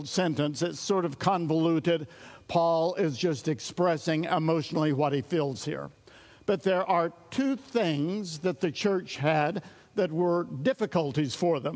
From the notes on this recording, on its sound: This series of our studies was recorded at Sunnylane Family Church in Oklahoma